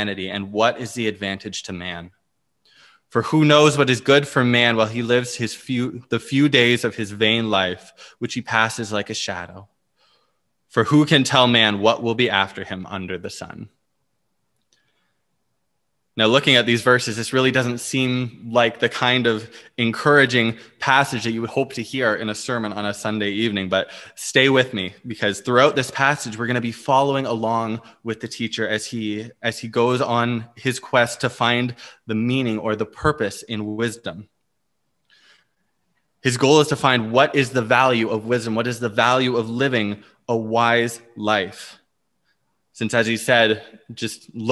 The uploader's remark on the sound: Preached on November 15, 2020 at Liberty Grace Church